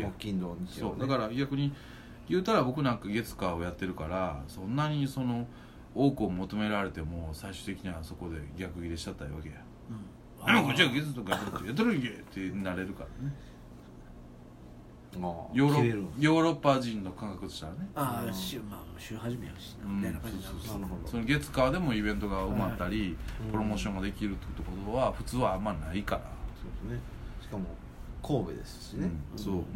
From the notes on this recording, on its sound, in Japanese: RECORD(お店)より